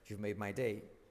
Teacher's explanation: esa D casi se convierte en una R suave